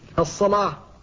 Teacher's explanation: فالألف هنا مفخمة لأنها بعد اللام المفخمة في رواية ورش